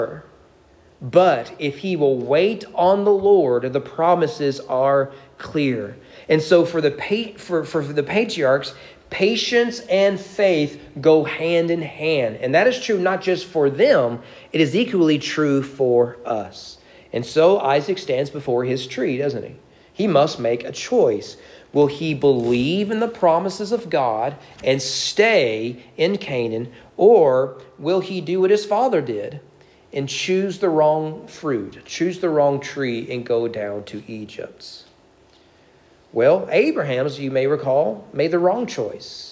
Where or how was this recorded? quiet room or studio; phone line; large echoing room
large echoing room